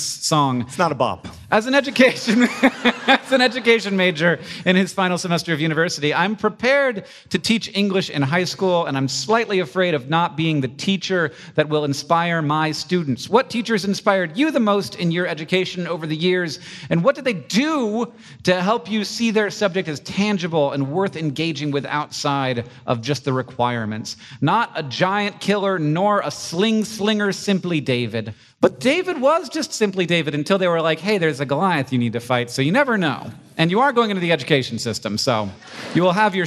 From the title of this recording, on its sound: Live in Raleigh, NC!